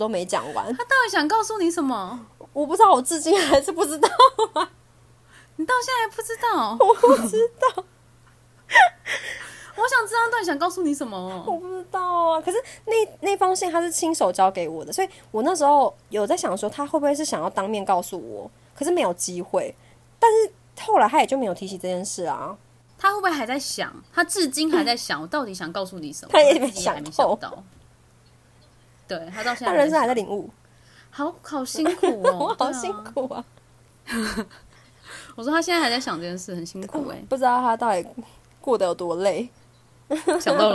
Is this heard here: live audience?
no